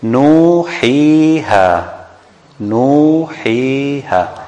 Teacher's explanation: You don't shorten it, you don't extend it too much. You just make it last for two harakat. · Term: mad al-tabi'i